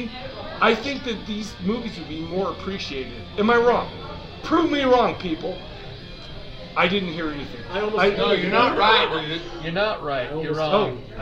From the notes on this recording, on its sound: Live From Burt’s Tiki Lounge Halloween Special. This week we recorded LIVE from Burt’s Tiki Lounge in Salt Lake City. We just turn on the mics and allow the shit talk to begin!